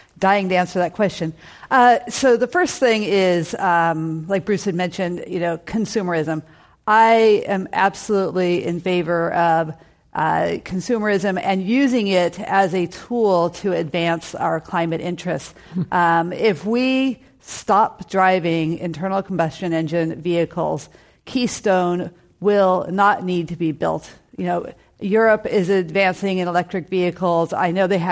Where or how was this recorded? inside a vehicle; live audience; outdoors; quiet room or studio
live audience